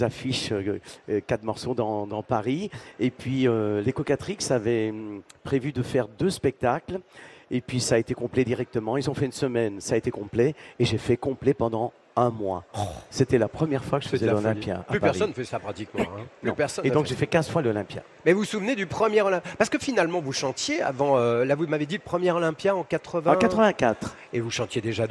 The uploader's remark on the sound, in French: en direct de la Foire de Paris